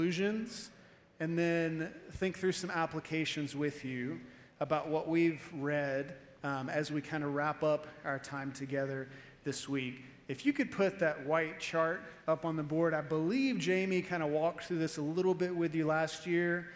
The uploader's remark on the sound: Evening Service-Missions Conference